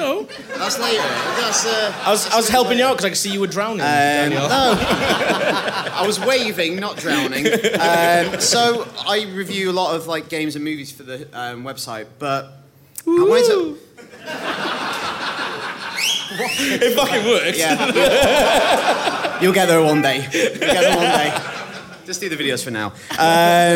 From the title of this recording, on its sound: Live From London